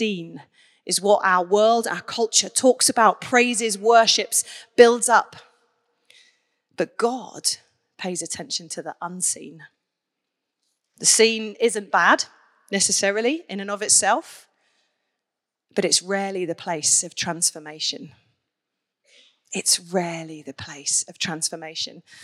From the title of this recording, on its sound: Onelife Conference 2023